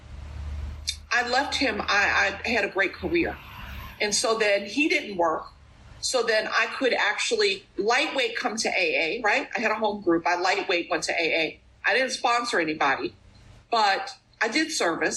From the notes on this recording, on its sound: At the Bronx Big Book zoom meeting.